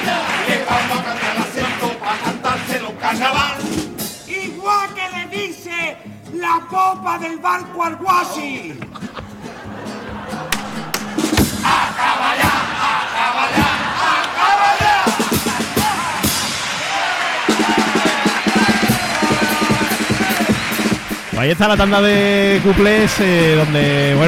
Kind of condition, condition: setting, live audience